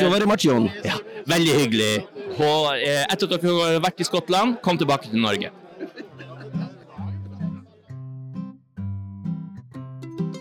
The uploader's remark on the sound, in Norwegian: Oslo Whiskyfestival 2023. Det blir høylydt og torvrøyk på flere språk når de to kaster seg ut i tre etasjer med whiskyboder.